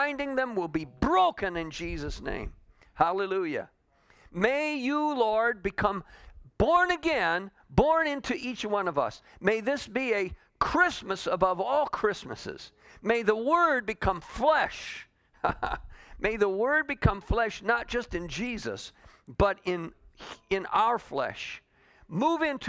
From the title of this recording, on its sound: Calvary Assembly of God live Stream